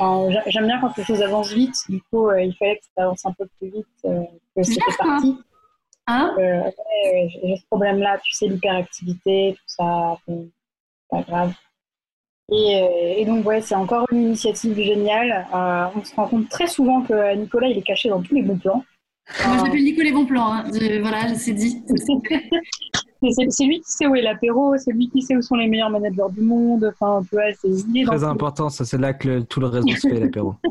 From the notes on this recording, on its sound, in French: Enregistré à distance